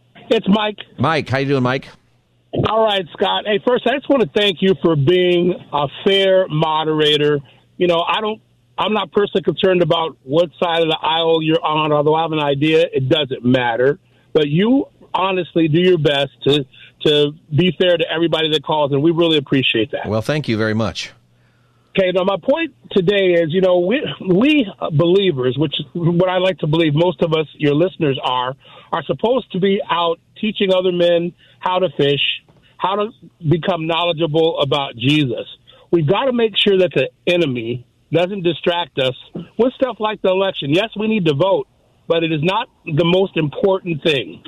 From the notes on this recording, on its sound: take your call on any topic for Open Phone Friday